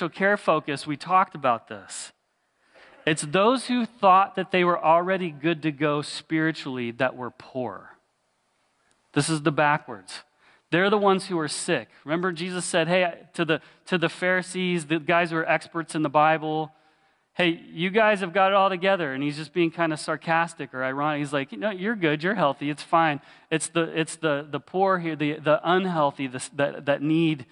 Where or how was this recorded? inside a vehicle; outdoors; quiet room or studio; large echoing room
large echoing room